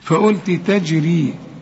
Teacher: الراء أصلها مكسورة فمرققة